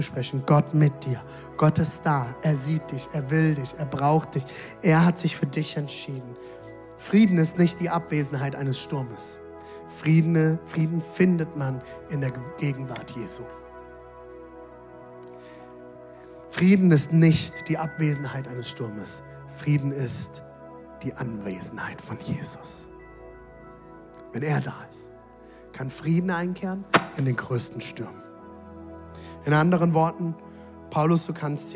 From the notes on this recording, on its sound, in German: Audiomitschnitt der Predigt